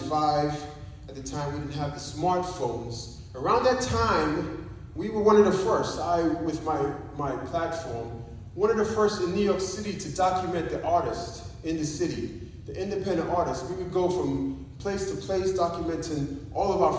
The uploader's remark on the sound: Recorded Live at Spring Hill Seventh Day Adventist Church! This is my first live testimony of that journey.